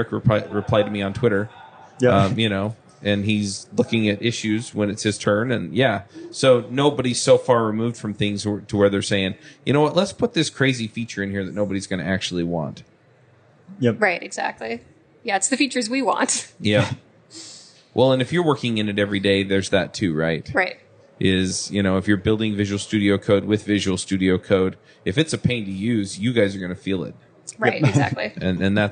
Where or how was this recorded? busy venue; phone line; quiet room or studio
busy venue